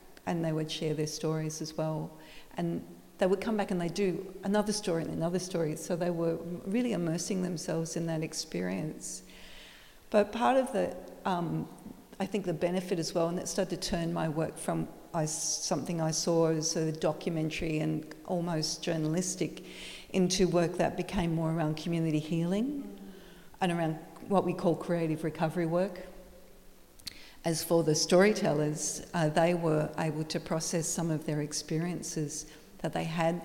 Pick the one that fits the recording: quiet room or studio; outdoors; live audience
live audience